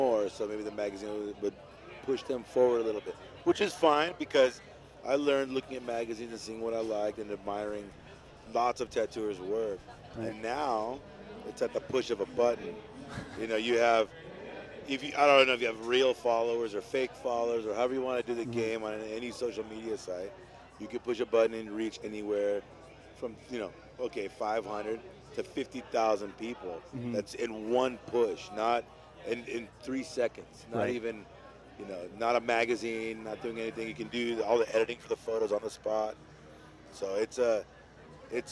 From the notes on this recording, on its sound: Sits down with me in the Sullen Clothing booth at the 2014 Ink &amp; Iron tattoo festival. Sits down with me in the Sullen Clothing booth at the 2014 Ink & Iron tattoo festival.